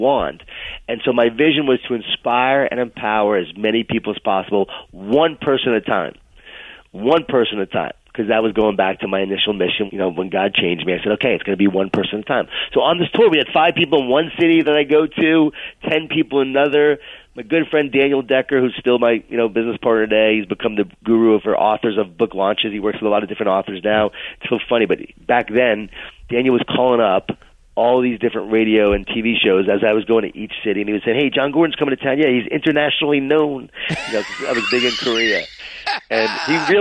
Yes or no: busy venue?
no